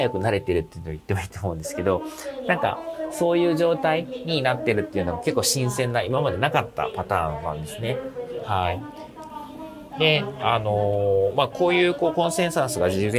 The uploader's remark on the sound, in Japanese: ちょっと音声処理がイマイチだったのでアップロードし直しています。出張帰りの空港で収録してお届けしています。